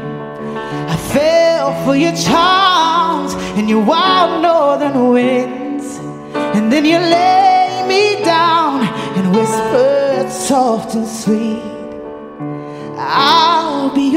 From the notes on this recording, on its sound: at the 4 Corners Festival in Belfast